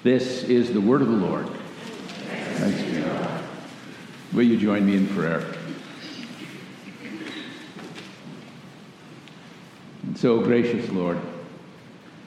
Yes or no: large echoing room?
yes